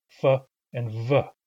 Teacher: English has spirant sounds made at the lips. Those are the F and V sounds, F and V.